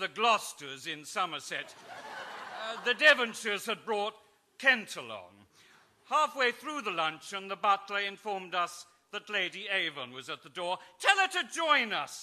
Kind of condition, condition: setting, live audience